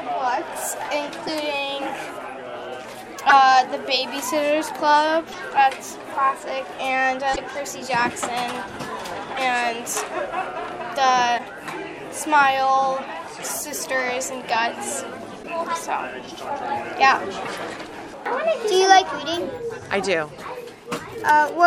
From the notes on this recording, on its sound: Interviews during the "Nuit de la Lecture" at the Lycée Francais de Chicago on January 24th, 2020